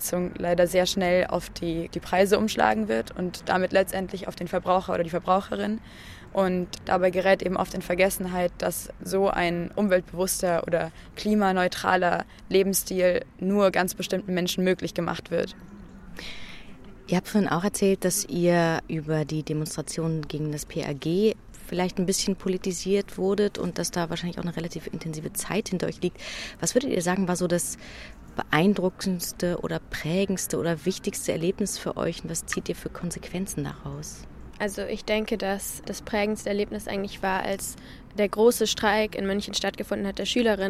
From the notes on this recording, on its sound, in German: im Interview auf dem Feminist Futures Festival